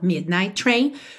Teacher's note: Termina em T, train. Começa em T, você liga num som só